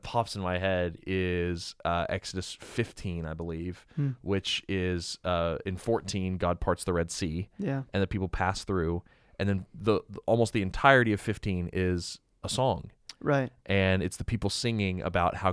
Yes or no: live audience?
no